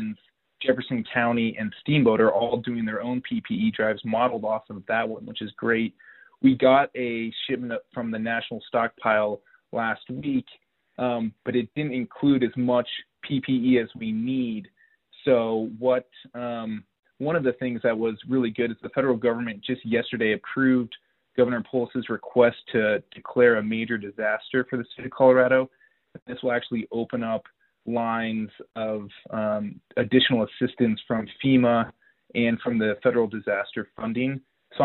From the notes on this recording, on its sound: This track is the audio of the COVID-19 telephone town hall Rep. Listeners submitted their questions to be answered live.